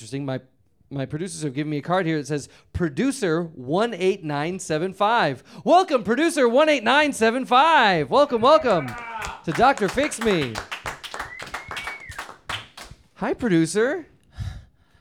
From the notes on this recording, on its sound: Fix Me Live! At The Lincoln Lodge in Chicago, IL.